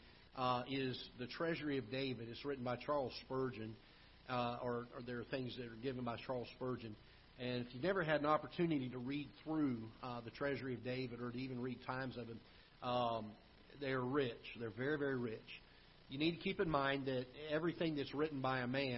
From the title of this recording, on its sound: Ketha Heights Baptist Church ~ Live Broadcast